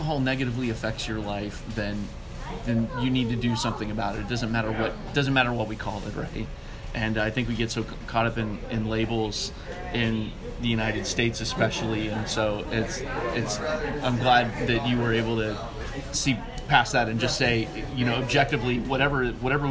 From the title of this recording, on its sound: Interview on location at "Jolly Pirate Donuts"